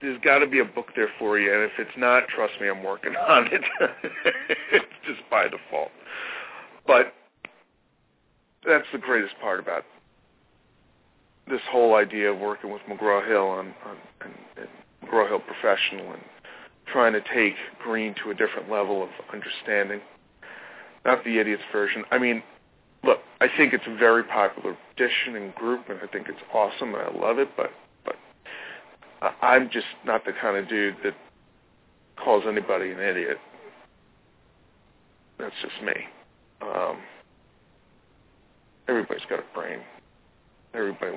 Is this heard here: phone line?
yes